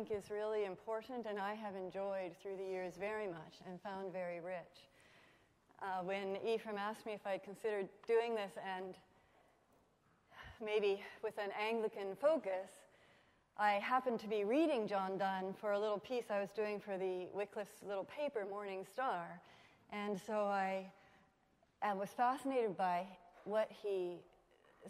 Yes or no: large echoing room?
yes